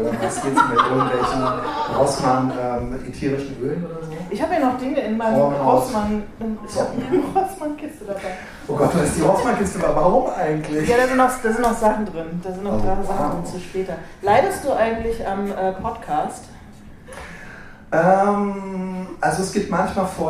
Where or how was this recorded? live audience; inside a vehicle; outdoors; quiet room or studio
live audience